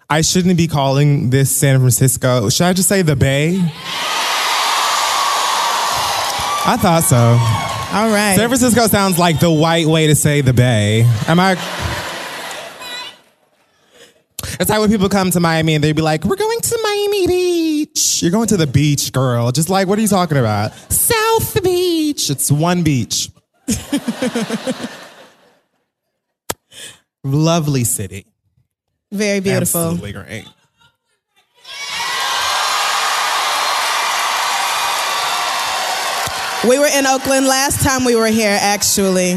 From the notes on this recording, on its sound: The Read Live from San Francisco